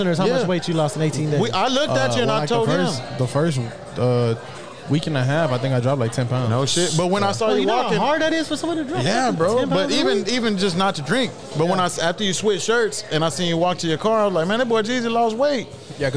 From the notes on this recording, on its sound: RECORDED LIVE FROM TEXAS TAILGATE.